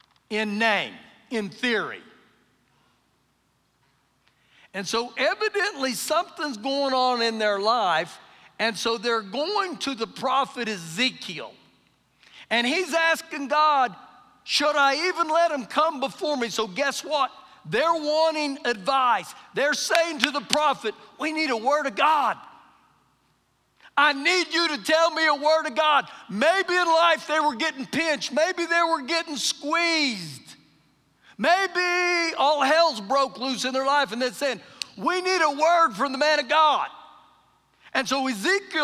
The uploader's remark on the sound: Recorded live during our Wednesday night service